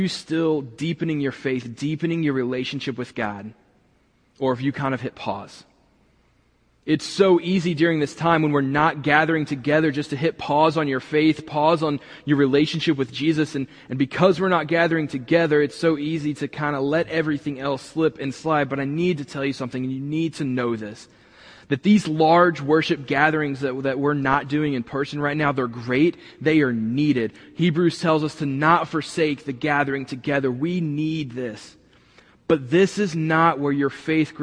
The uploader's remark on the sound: this week was recorded from the building